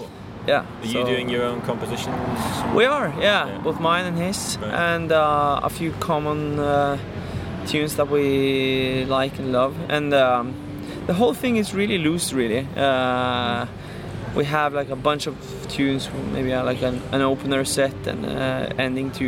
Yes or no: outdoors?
yes